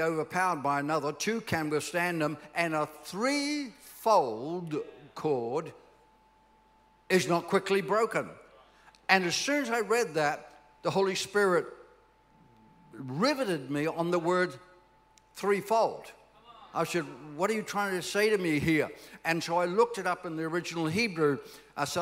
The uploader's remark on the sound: This message was recorded at C3 Powerhouse Sunshine Coast in July, 2023